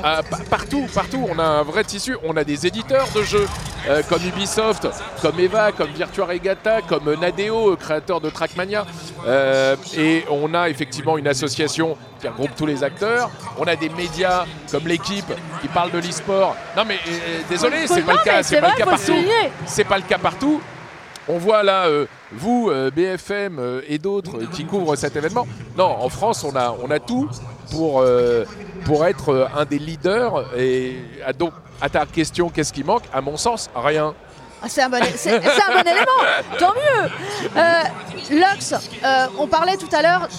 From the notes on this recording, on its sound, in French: enregistré depuis l’Accor Arena de Paris